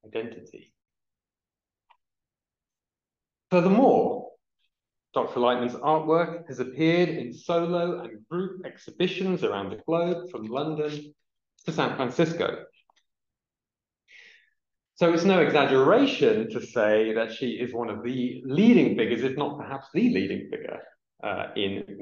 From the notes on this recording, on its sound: Lecture recorded at Senate House, Malet St, London WC1E 7HU